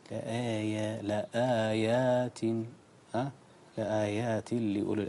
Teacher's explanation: انتبه للترقيق الزايد في الآيات